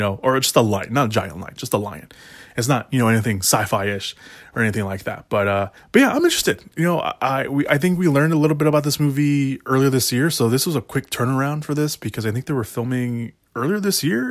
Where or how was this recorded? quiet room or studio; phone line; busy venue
quiet room or studio